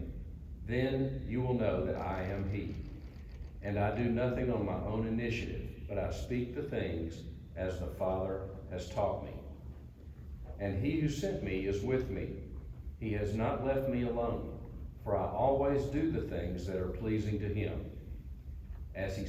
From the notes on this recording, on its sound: Originally recorded on December 11, 2022, at Dunwoody Community Church.